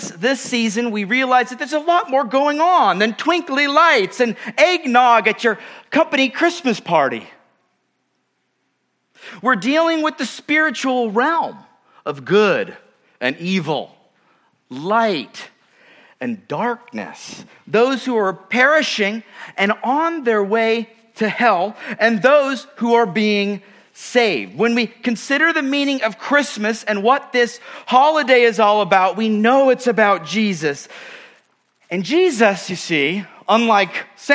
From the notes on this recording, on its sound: at Murrieta Valley Church in Murrieta, California.